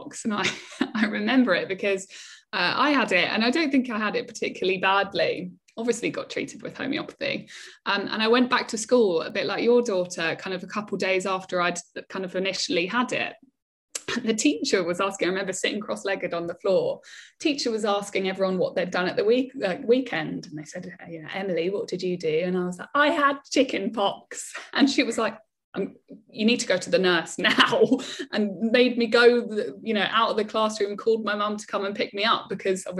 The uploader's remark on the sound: Live by Zoom